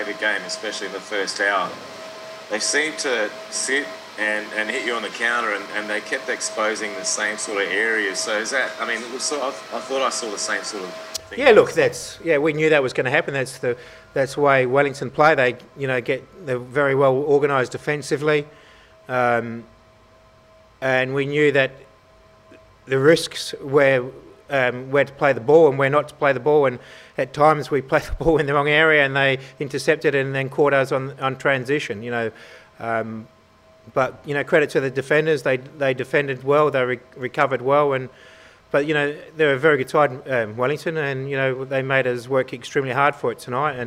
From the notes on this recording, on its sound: Post-match Press Conference | Wellington Phoenix v Adelaide United.